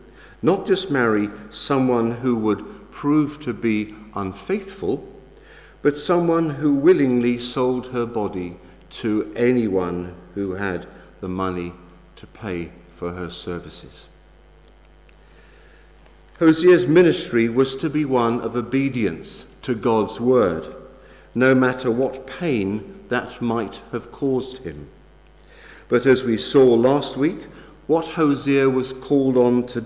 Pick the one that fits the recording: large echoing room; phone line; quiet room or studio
large echoing room